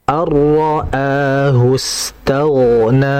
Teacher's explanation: ghain itu dia sifatnya mengalir. Terlebih dia juga sifatnya tebal. · Term: ketebalan huruf ghain